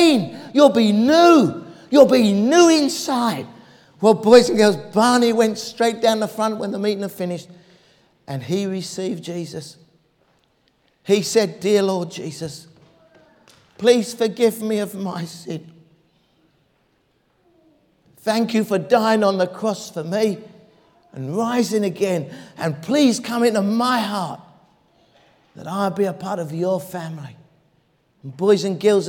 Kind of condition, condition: setting, large echoing room